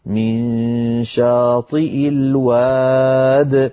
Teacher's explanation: نقول من شاطئ الواد من غير ياء في آخرها